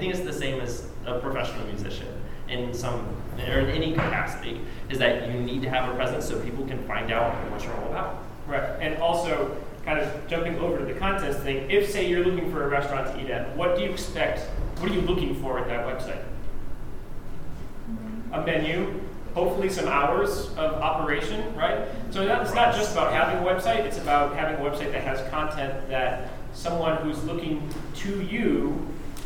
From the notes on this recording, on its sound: Where we performed, judged competitions, and gave a lecture at the Mid-South Horn Workshop. We recorded the lecture and have made it available here to listen.